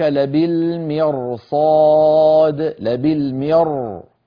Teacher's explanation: لماذا نقول مر ونفخم؟ لأن بعدها صاد